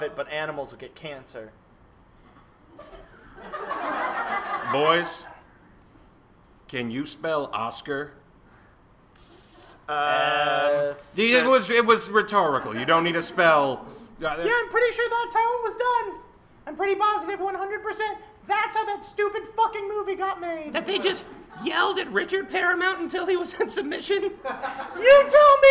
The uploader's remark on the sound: Live portions recorded at The Buffalo Room